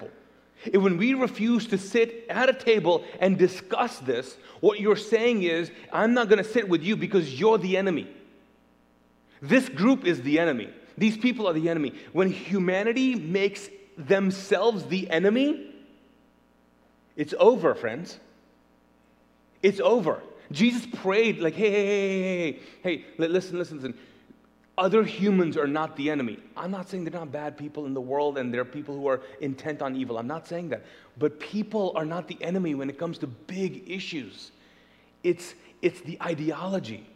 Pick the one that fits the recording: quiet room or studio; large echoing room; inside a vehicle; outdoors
large echoing room